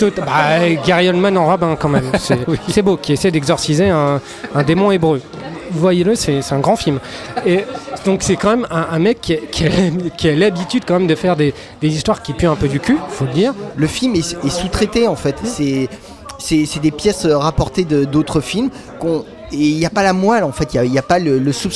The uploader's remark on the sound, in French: Enregistré au Hurling pub (8 Rue Descartes, 75005 Paris), le vendredi 25 octobre 2019.